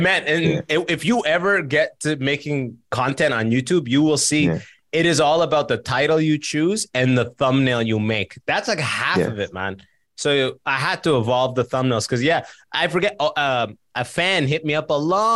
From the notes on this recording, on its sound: We got on Zoom to chat with some listeners